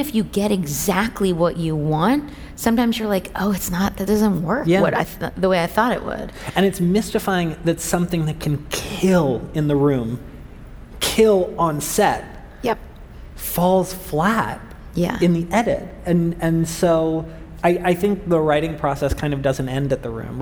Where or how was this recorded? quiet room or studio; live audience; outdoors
live audience